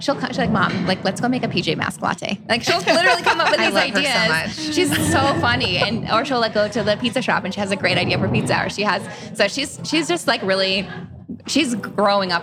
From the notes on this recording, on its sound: We’re live at Café Lola in Las Vegas